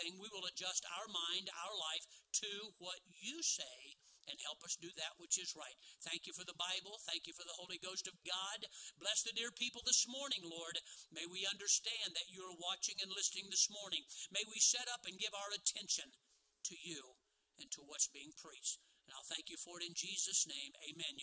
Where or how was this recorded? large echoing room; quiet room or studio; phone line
large echoing room